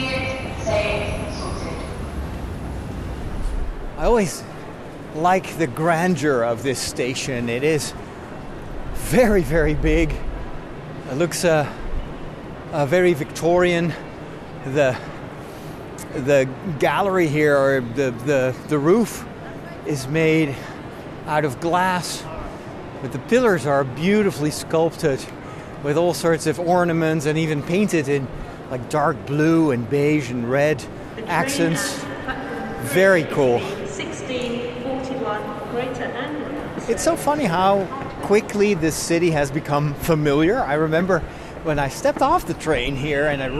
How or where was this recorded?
outdoors